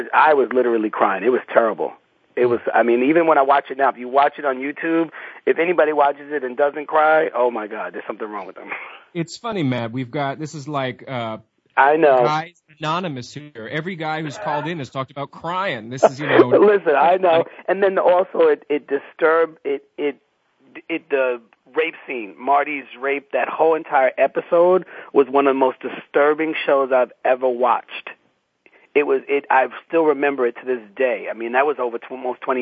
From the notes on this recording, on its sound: Soap Central Live opens the phone lines to fans